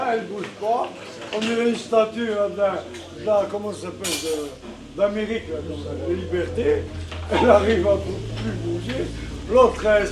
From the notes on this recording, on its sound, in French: C'est une fiction sans texte écrit à l'avance, dans laquelle les acteurs improvisent ou témoignent. Enregistrée au café, dans la rue, dans la chambre froide, là où il se passe quelque chose. Il y a aussi de la musique.